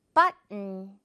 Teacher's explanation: button이 아니라 but에서 멈춰 하고 그냥 N만 발음을 하는 거죠. 그래서 button 이렇게 되는 거죠.